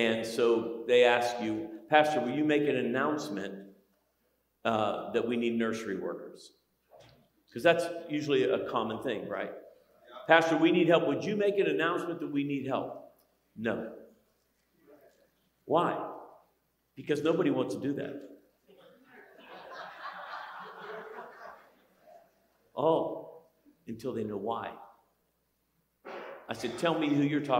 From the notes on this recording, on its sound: Every February, pastors and leaders from around the country gather together at our leadership conference. Here’s one of the recordings from our 2023 Leadership Conference.